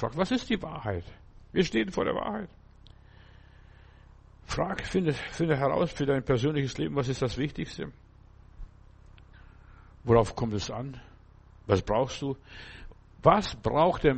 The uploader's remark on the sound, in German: im Gemeinde-Zentrum in Berlin aufgenommen